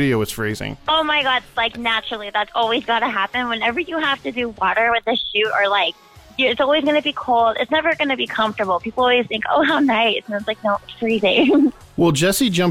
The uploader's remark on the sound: call into the "Rock Line"